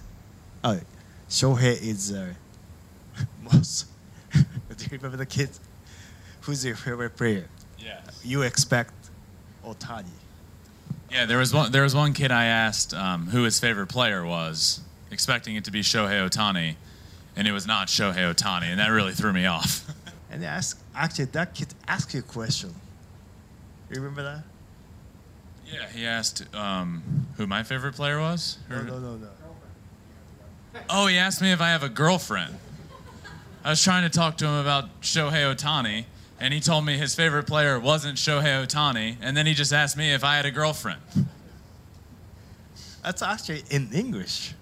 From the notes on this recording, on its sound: Q&A IN TOKYO, JAPAN. A Q&A with a live audience.